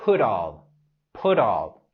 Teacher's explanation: Podemos vincular las palabras put all con la R suave.